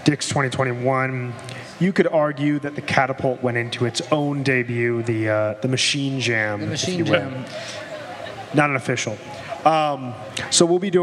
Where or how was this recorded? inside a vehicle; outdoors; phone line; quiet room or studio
outdoors